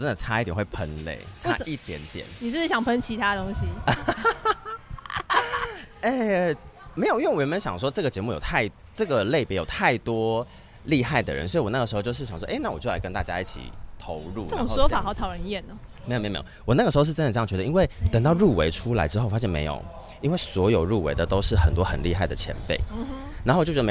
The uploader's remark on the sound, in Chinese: 首次參加 客聲獎 ！既然都來到現場就不能錯過訪問入圍者的好機會！本集節目來到頒獎典禮現場，要把典禮現場最直接的氛圍帶給大家！外場收音器材協力：韁河媒體。